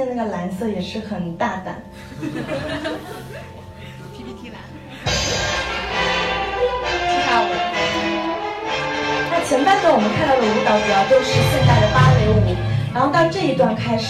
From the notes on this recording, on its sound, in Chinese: 本期节目为《电影聊养院》线下讲座。